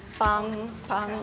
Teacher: It's not a strong aspirated P. It's kind of an aspirated B that sounds like a P.